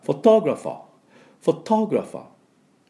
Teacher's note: イギリスの音では R が入ってません。